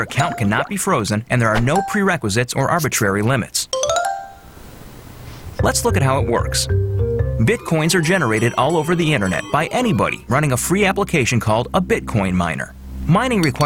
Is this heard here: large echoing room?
no